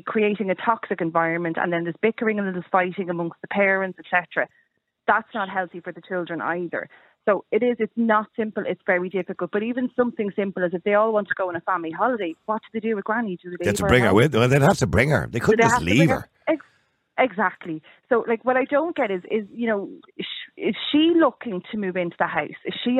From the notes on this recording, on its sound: Opens up the phone lines. The callers present a wide range of perspectives on this complex issue.